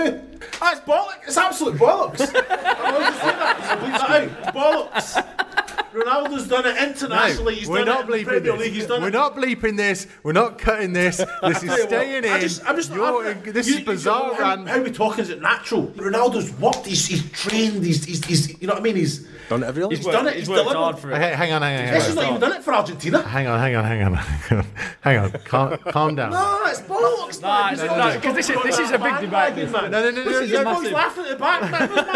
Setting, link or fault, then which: setting, live audience